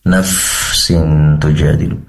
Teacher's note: Terkait huruf fa, nafsin, nafsin tujadilu, pastikan mengalir, yaitu nafasnya atau udaranya. Dan ujung untuk melafalkan huruf fa semacam ini adalah dengan menempelkan ujung gigi seri atas ke perut bibir bawah